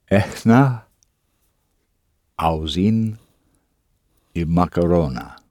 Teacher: The ha in the middle of إحنا، as if you're breathing on your glasses to clean them.